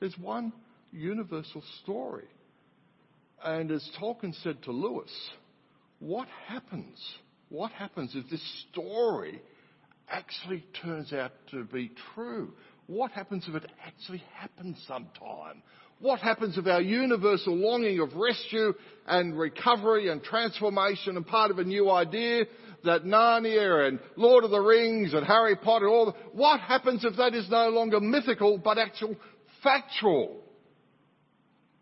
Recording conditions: large echoing room